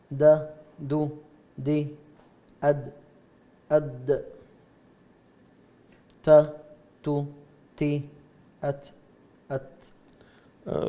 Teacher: الدال والتاء من نفس المخرج من طرف اللسان مع أصول الثنايا العليا، ولكن الاستعلاء الأقصى اللسان لا يستعلي فيها، فهي من حروف الاستفال.